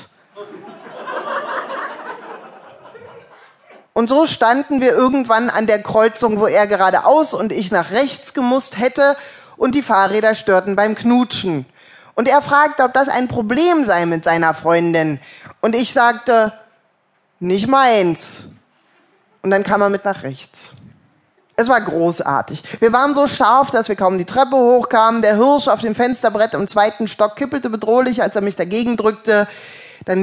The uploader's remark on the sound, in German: Größtenteils live gelesen von den jeweiligen Autoren.